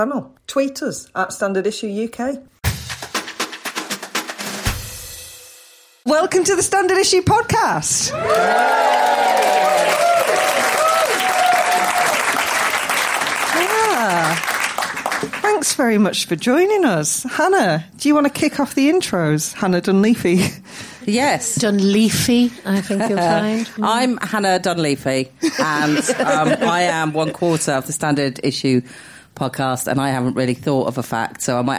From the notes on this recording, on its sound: We recorded this in front of a live audience at King’s Place in London.